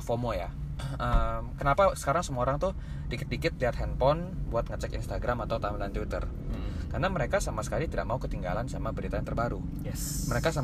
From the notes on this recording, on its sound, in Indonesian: Mohon maaf jika banyak suara - suara mengganggu dari luar, dikarenakan podcaster bosan rekaman indoor terus